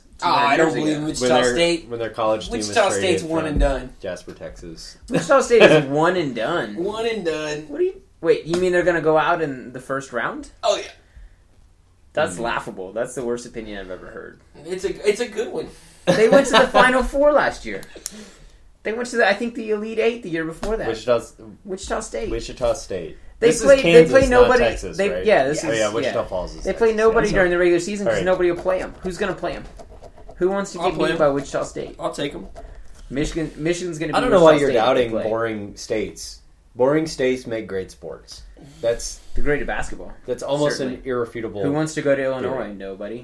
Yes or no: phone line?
no